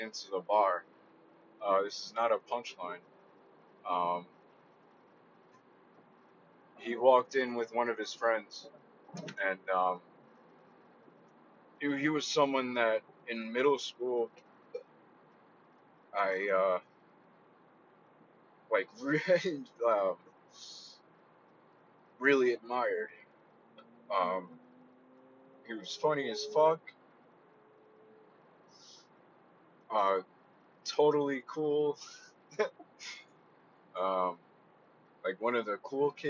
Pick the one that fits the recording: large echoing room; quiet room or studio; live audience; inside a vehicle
inside a vehicle